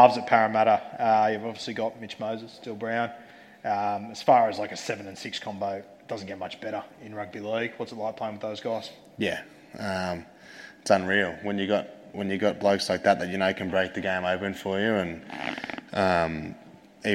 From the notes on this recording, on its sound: Live Show Audio. The audio from our live show.